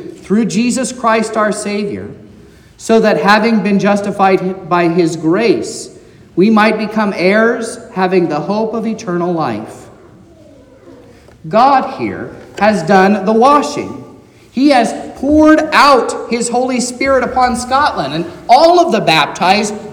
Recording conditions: large echoing room